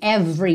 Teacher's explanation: você não pronuncia o E do meio